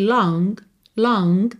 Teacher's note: A palavra long termina em G. Esse G, às vezes aparece assim, só um pouquinho dele, um rastro dele.